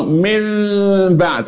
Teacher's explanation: بتقلب النون الى ميم في حضرة الباء ثم تخفى الميم في الباء · Term: الاقلاب